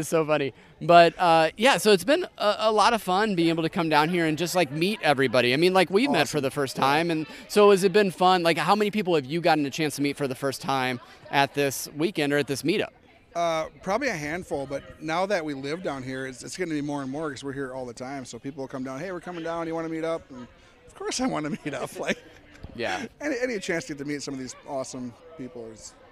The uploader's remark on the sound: RunDisney Live from the Boardwalk.